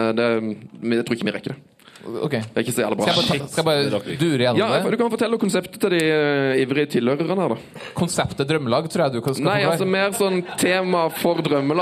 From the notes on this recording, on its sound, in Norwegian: live fra Pokalen i Oslo